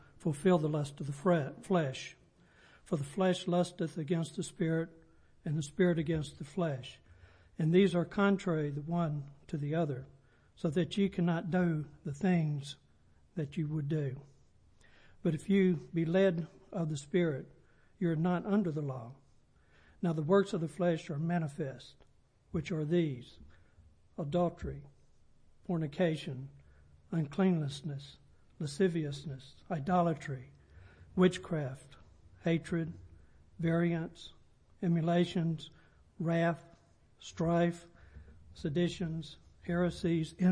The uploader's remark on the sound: Sunday Prayer Service